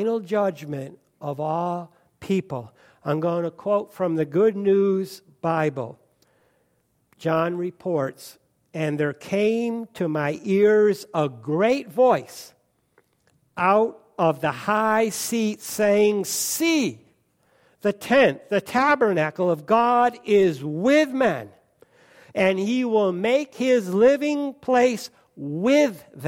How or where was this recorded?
large echoing room